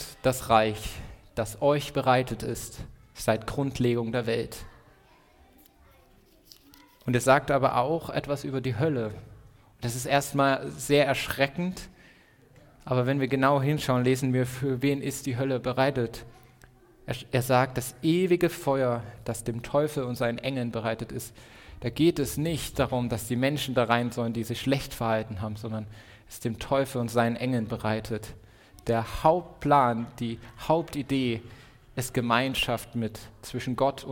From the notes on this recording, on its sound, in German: Predigt im Rahmen des GreifBar+ Gottesdienstes.